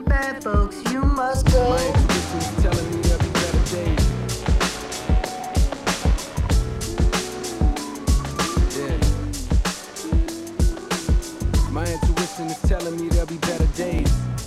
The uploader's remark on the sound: Originally broadcast live on December 19, 2016 from the storefront of The Late Late Bar on Houston Street in New York City.